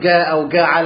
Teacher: احنا بنقول الجيم من مكان الكاف كده